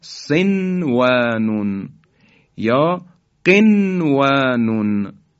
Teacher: چون نون ساکن و حرف واو که از حروف یرملون هست اینها هر دو در یک کلمه جمع شدن، بنابراین در اینجا ادغام صورت نمیگیره